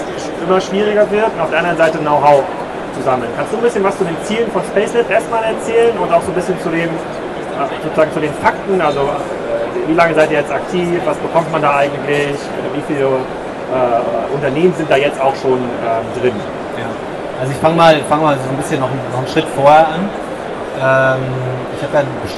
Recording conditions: busy venue